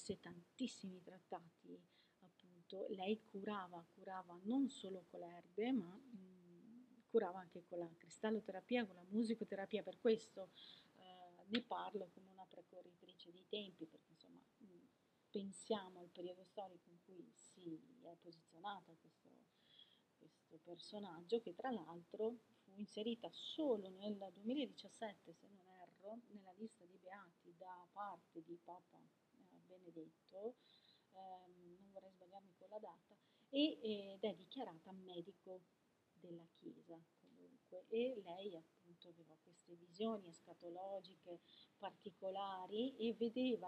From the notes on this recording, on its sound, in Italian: perdonate l'audio ma non sono ancora dotata di microfono super tecnologico e professionale.